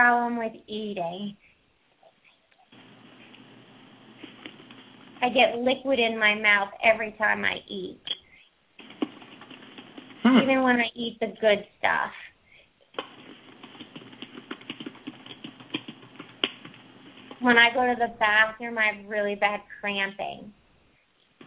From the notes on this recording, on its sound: open up the lines for listeners to call